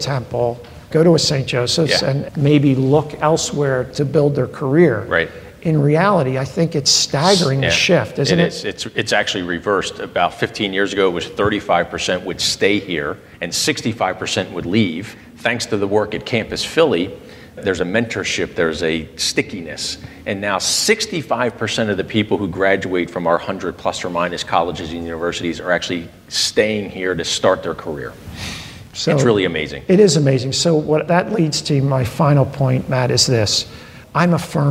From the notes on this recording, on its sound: In front of a live studio audience at their spacious and welcoming facility known as Independence LIVE.